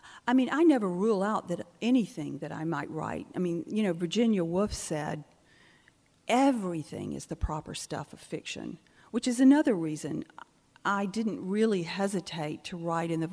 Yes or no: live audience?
yes